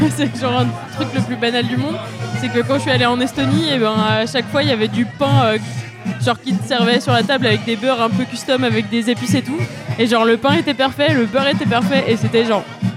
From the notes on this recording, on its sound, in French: épisode enregistré au Café sans nom (Paris 20e)